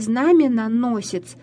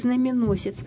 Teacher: Гаплология – это удаление одного слога из двух одинаковых. · Shown in: second take